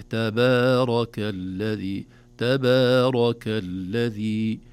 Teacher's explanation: نخلص الباء بمدها والتاء قبلها من تفخيم تأثر بالراء، بالراء نعم المفخمة التي بعدها